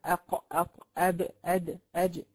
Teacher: هذه الحروف تقلقل بمعنى يضطرب الحرف في مخرجه · Term: القلقلة